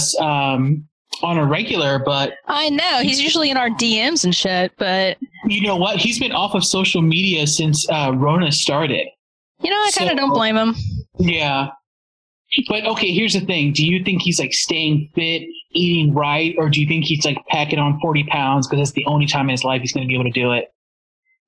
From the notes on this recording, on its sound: We are in the time of the ‘rona and therefore had to record via Zoom. Please forgive any audio wonk that abounds.